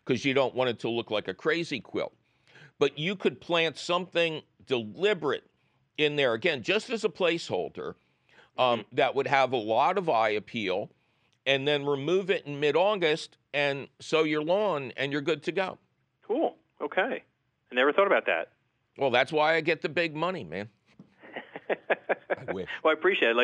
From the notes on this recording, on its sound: your fabulous phone calls